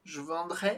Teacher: Além disso, na pronúncia a gente marca uma distinção importante. No condicional a gente faz um som mais aberto.